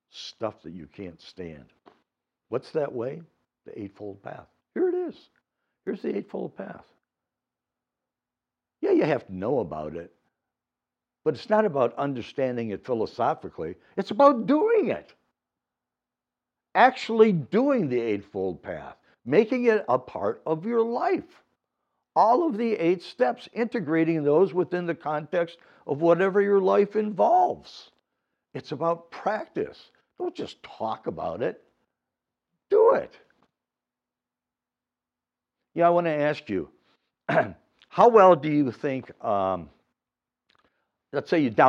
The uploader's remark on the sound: These Dharma talks were recorded at Muddy Water Zen Buddhist temple in Royal Oak, Michigan.